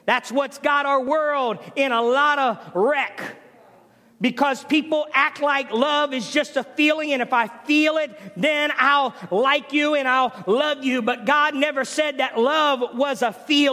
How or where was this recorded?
large echoing room